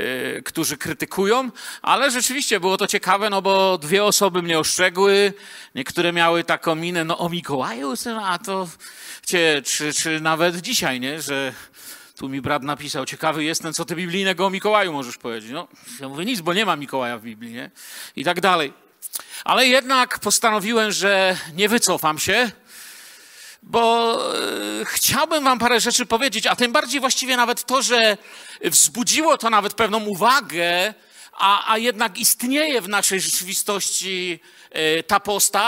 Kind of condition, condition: setting, large echoing room